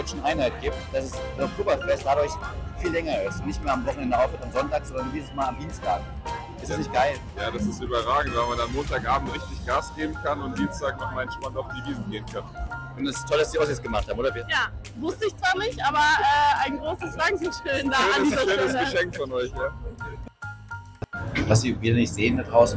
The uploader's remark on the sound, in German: Demotape 80s-Vintage-Soundqualität.